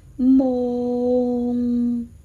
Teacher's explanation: 第一个阶段是发么的时候闭上嘴唇，嗯。第二个阶段是哦，第三个阶段是后鼻音。